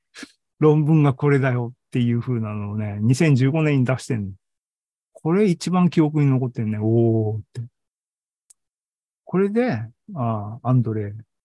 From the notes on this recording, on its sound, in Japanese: ２０２３年２月２２日に開催した ZOOMライブの模様です。